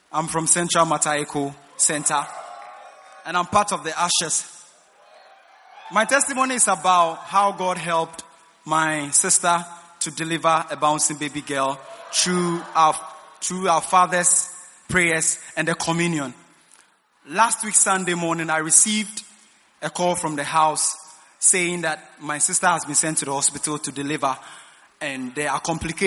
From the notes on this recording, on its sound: Preached at the First Love Center.